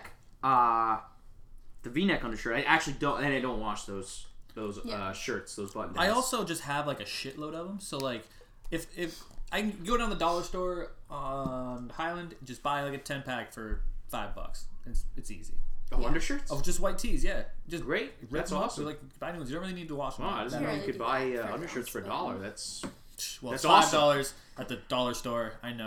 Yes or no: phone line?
no